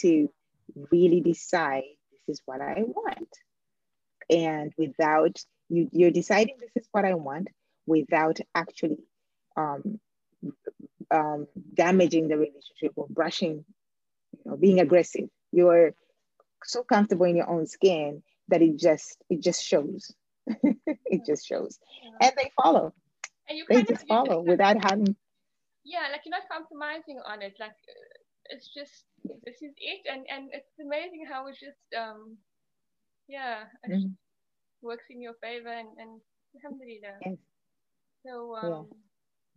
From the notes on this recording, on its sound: Apologies for the soft audio